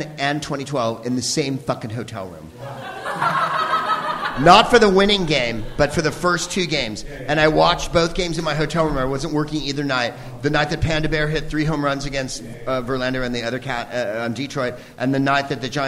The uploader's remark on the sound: Live from The Upfront Theatre in Bellingham, WA